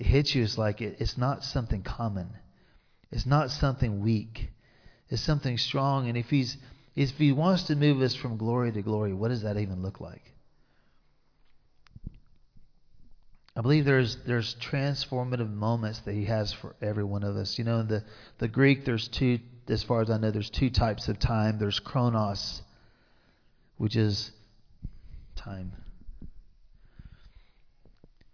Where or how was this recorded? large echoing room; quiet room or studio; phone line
large echoing room